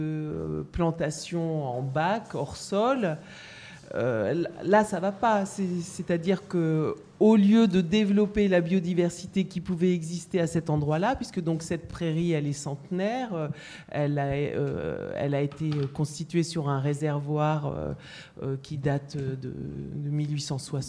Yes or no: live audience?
yes